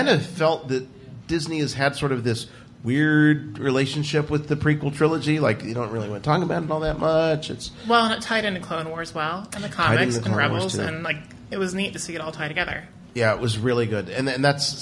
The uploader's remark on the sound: Our live podcast event recorded in front of a packed house of STAR WARS fans in Cleveland at the Playhouse Square Theater. The mic was open all night for members of the RFR community to jump in on the conversation. This show was recorded on opening night for the movie and it captures the excitement only a room full of die-hard STAR WARS fans can create!